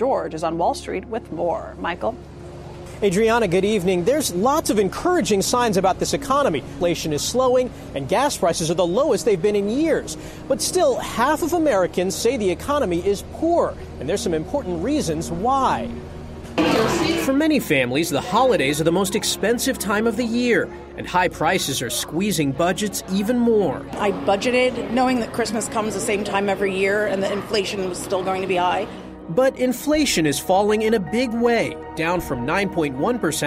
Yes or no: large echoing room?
no